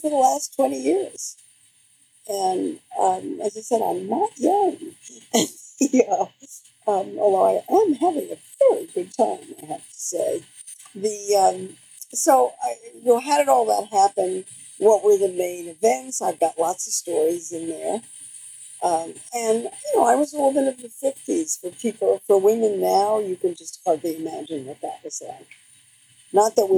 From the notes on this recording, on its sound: My apologies for the sound quality in this one.